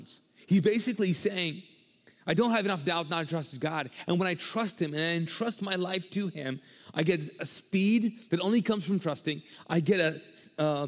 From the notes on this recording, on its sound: This podcast was recorded live from the Mosaic Church "Hope Center" in Charlotte North Carolina.